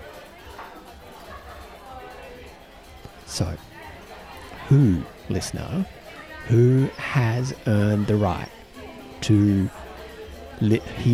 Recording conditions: busy venue